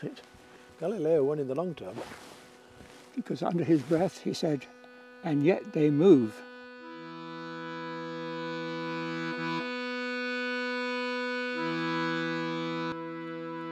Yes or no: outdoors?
yes